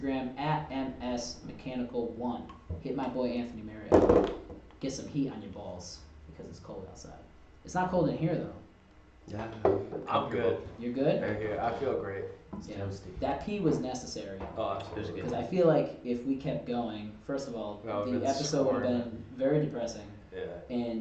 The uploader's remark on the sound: Burps & Technical Difficulties. Sorry for the unfortunate sound quality in this episode. I am working tirelessly on resolving this sound issue.